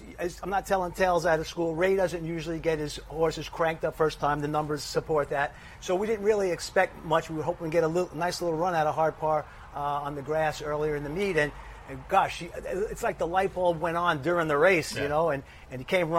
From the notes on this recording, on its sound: live from Saratoga Race Course